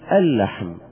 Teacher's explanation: فأدغمنا لام ال في لام لحم